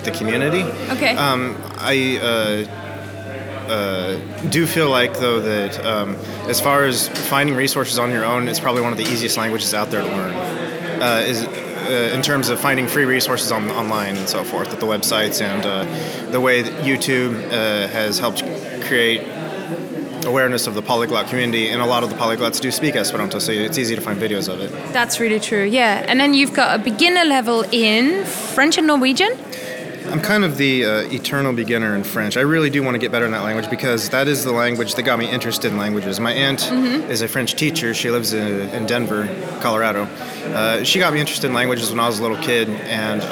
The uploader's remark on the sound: Live from the Polyglot Gathering in Berlin